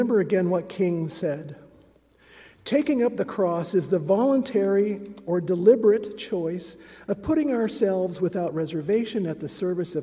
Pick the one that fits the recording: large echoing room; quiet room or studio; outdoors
large echoing room